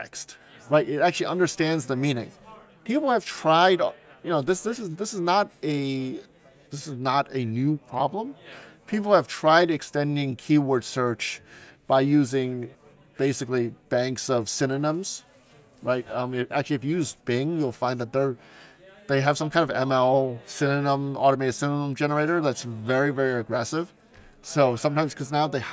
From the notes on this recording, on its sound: The audio quality of this episode may not be up to our usual standards, as the interview was conducted in the lively and bustling environment of a hackathon lobby.